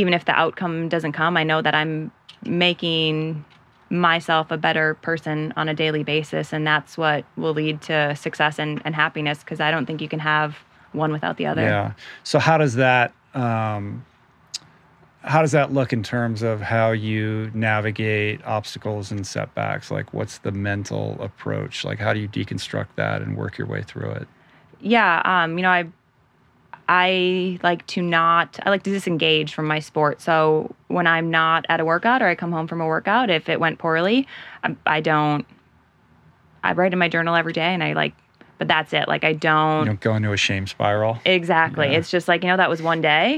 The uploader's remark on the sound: a great conversation and audience Q&A conducted outdoors with my fellow Jaybird retreat attendees